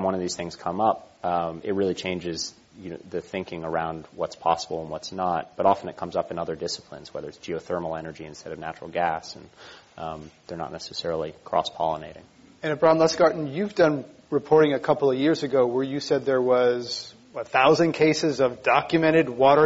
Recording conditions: live audience